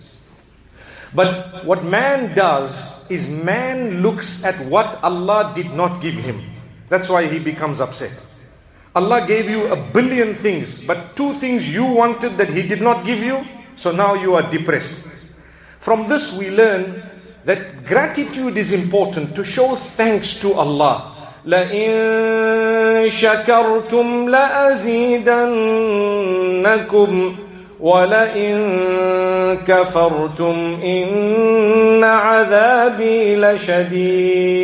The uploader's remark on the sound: Jumu&#8217;ah Lecture Masjid Ibaadur Rahmaan Uitenhage Eastern Cape